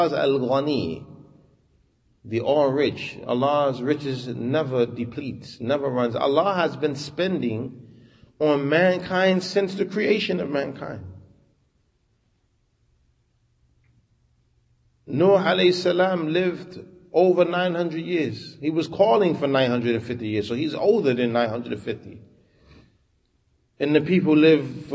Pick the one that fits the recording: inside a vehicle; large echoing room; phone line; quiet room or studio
large echoing room